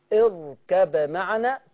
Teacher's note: عايزك وانت بتظهر الباء اركب معنا تقلقل الباء